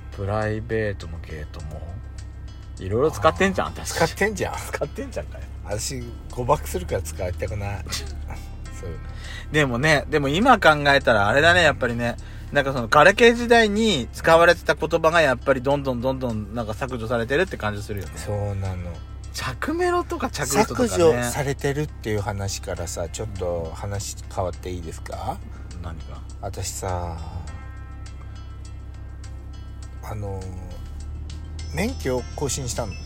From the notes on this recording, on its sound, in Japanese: 23/7/10収録。2人組。パーキング収録。